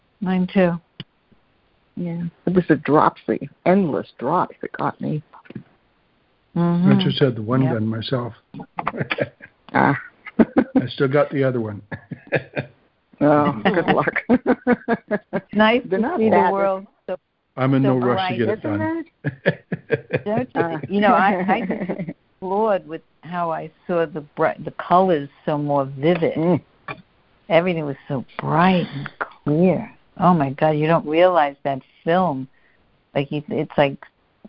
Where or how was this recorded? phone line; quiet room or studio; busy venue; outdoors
phone line